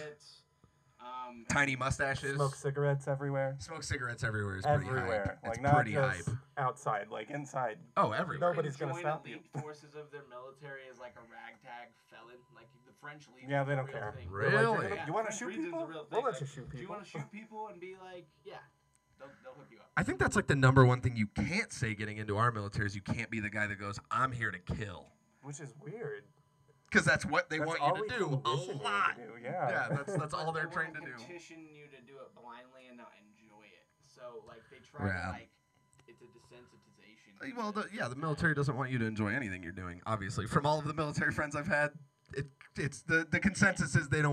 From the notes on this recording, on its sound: Please excuse the hum. It wasn't until after the podcast that we figured out some of this old equipment doesn't work the way they used to.